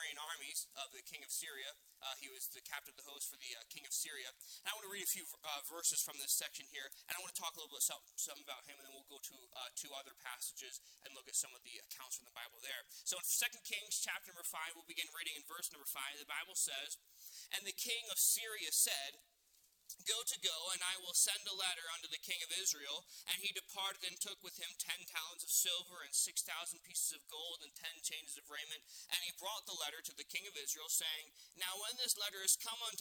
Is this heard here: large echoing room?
yes